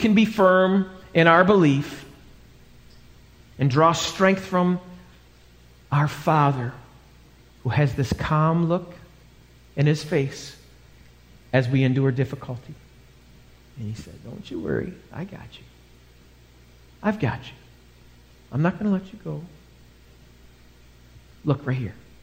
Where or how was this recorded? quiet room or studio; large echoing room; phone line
large echoing room